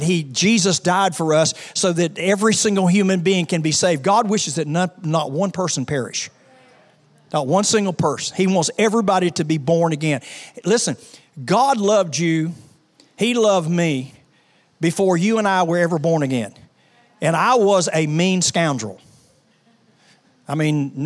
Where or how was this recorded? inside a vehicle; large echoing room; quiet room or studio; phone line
large echoing room